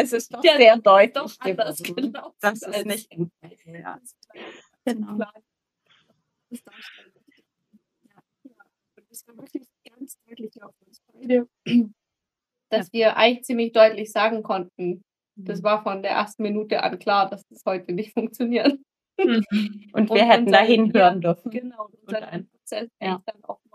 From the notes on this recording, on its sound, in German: Wir hatten leider ein paar technische Probleme bei diesem Interview.